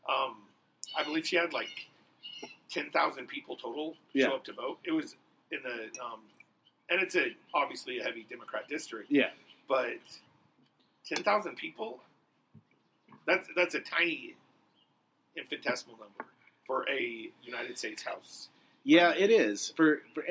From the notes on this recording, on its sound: It's another patio show! Sorry about the sound quality!